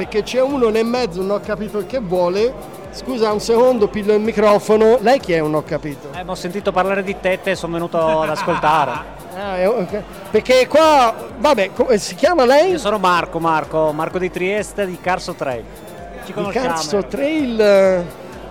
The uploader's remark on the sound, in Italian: Quasi Live da Upcycle Trail Weekend